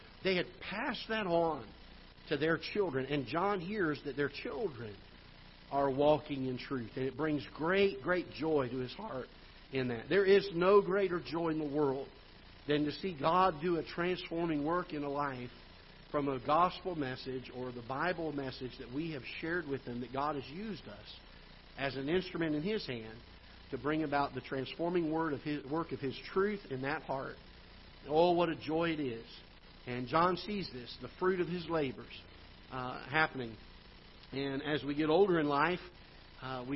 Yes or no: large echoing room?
yes